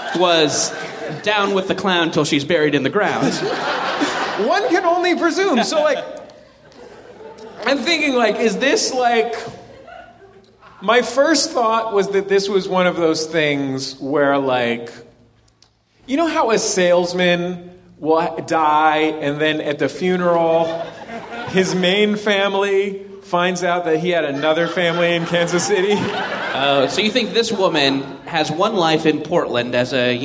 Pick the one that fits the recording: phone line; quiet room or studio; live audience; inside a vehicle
live audience